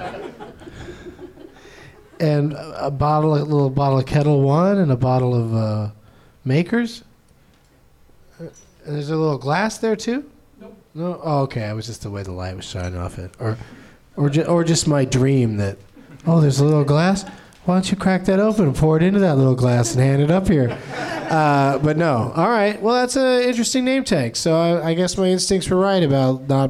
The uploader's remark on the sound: Live from the NerdMelt Showroom in Los Angees